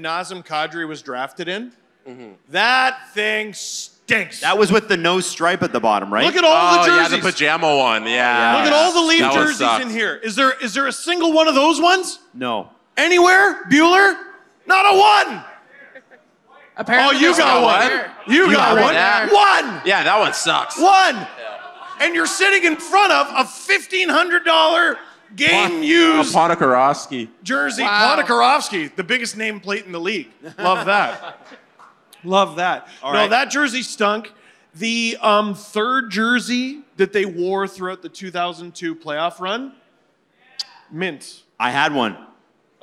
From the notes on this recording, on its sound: We're live from The Rec Room in Toronto for All-Star Weekend.